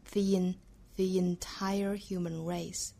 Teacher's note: 注意 the 跟后面 entire 连接起来是需要变音加 ye